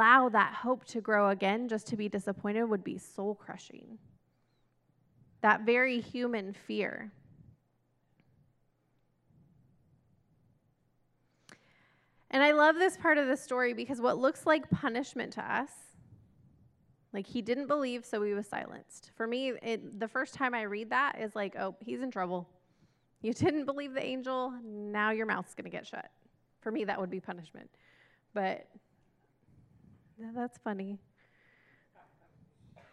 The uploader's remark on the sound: This message was recorded at a Sunday service